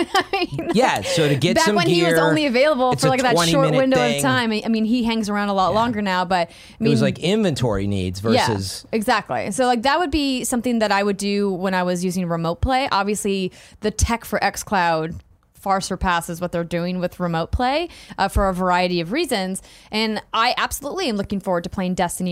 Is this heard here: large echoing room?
no